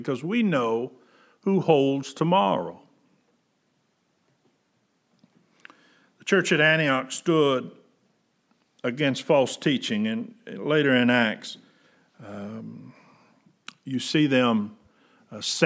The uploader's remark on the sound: Preached June 14, 2020 at General Baptist Church God's House of Prayer in Fairborn, Ohio